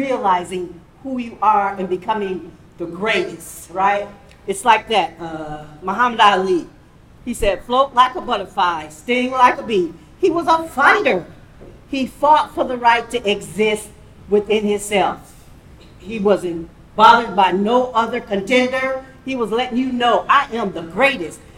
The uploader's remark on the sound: "Live Anniversary Show". The second instalment to our anniversary special, live from Downtown Vancouver.